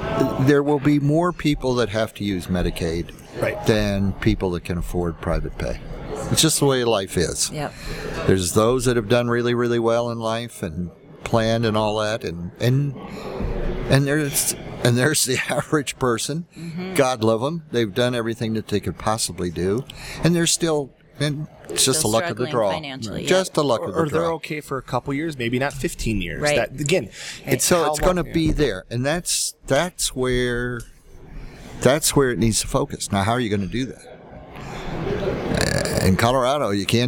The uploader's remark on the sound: This episode is brought to you from Colorado Assisted Living Association's Fall Conference 2019.